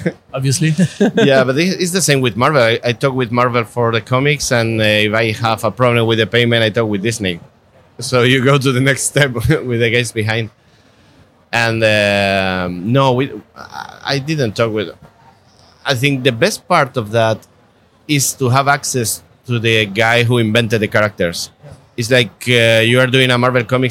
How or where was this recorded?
busy venue